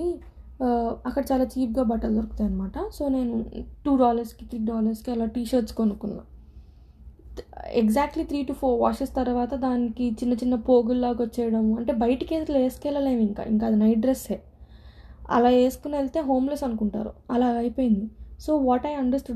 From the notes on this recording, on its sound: sorry for the disturbing noises.